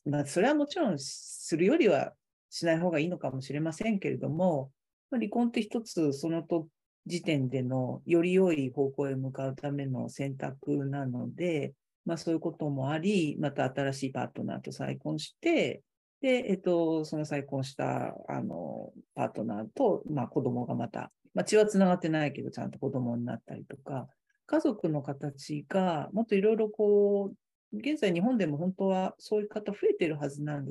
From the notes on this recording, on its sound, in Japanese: 収録場所： オンライン (Zoom)。